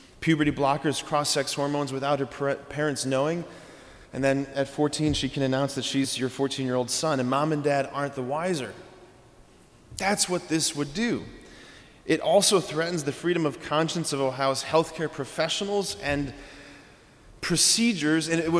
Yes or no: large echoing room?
yes